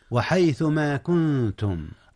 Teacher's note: النون هنا أخفيت يا أستاذنا، أخفيت قبل التاء، وهي من حروف الإخفاء قبل التاء